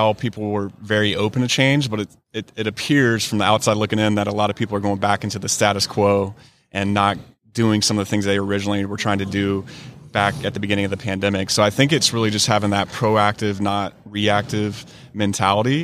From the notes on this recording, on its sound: LIVE from SOAHR 2023. North Fulton Business Radio.